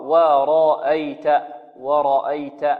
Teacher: في كلمة ورأيت عندنا الراء فقط مفخمة